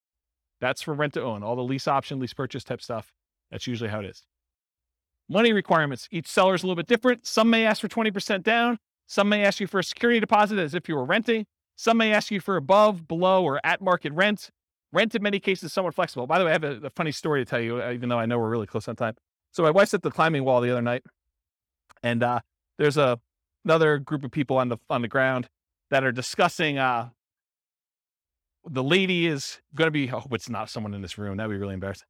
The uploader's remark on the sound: This was a live class recorded. St Paul, Minnesota.